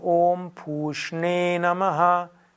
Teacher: Und es ist dieses Sha, dieses zerebralisierte S und dann auch das zerebralisierte N.